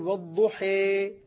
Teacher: عندما ينطق الألف الممالة تكون أقرب إلى الياء منها إلى الألف. فلما أميل أقول والضحي، هذه إمالة، والضحي كأنها ياء، ولا أقول والضحي، والضحي صارت هي خالصة. · Term: إمالة كبرى